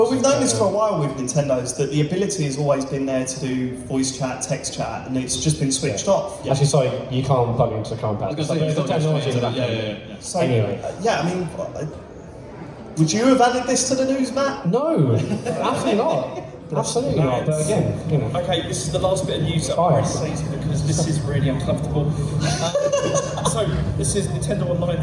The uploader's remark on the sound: Live at EGX Rezzed 2019